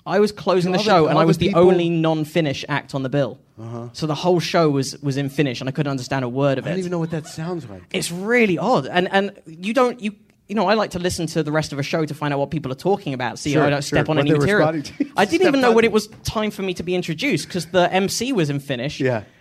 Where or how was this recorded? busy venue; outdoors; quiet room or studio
busy venue